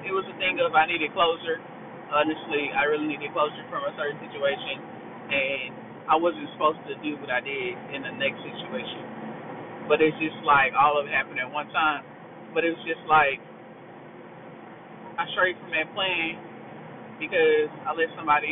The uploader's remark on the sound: This a car episode the audio ain't the best.